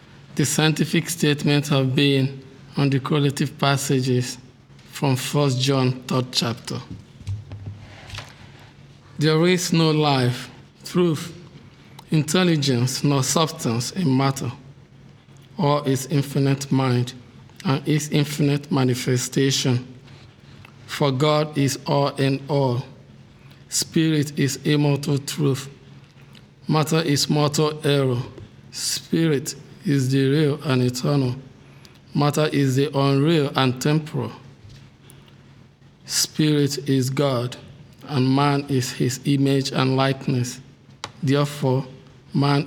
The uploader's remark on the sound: The Sunday service audio from June 4th, 2023